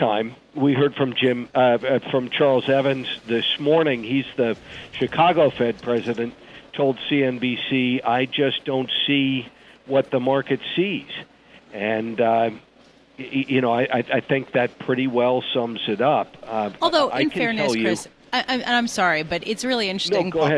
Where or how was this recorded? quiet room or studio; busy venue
busy venue